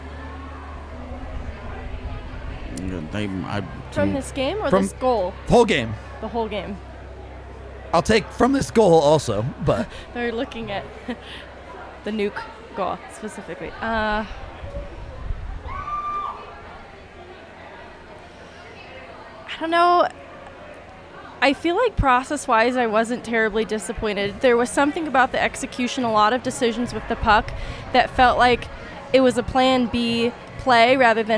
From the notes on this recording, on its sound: Live from the DNVR Bar.